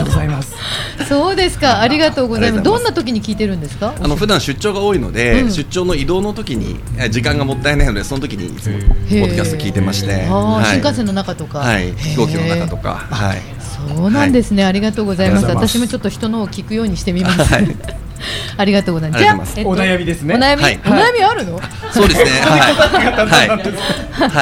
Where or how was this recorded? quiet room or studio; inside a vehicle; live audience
live audience